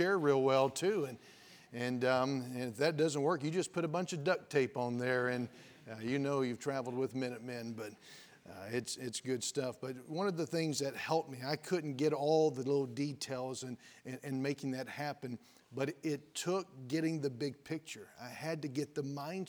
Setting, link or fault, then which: setting, large echoing room